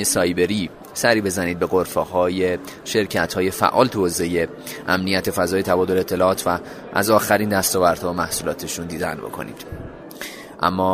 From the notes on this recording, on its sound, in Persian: در این قسمت صدای ما را از چهارمین نمایشگاه بومی سایبری میشنوید.